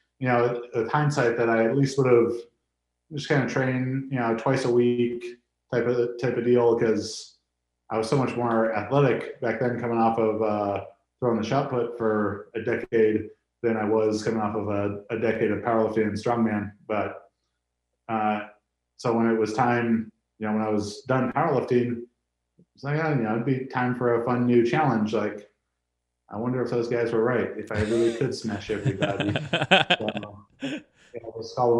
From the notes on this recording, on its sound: Even over a zoom call, the atmosphere was infectious.